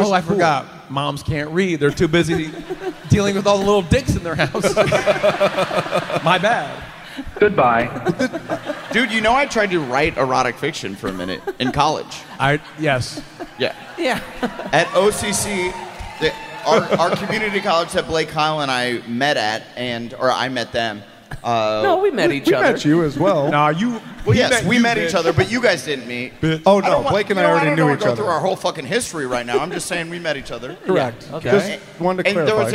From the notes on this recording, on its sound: Live From Cleveland!